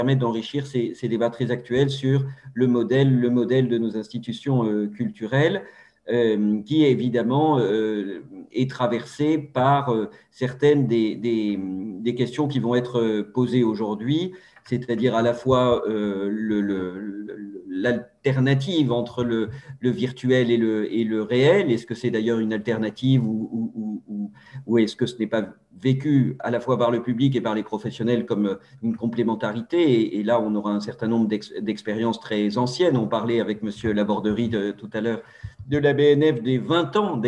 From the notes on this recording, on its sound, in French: Enregistré le 8 avril 2021 sur Zoom.